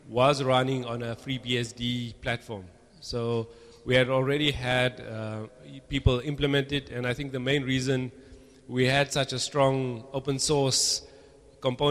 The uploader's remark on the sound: Recorded at Open Everything Cape Town, August 22, 2008.